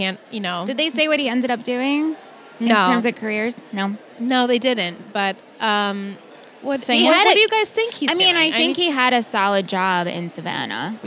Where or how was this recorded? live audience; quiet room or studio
live audience